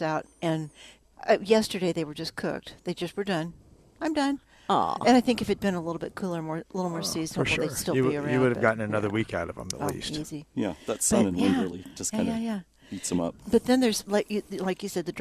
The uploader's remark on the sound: Live at Prairie Gardens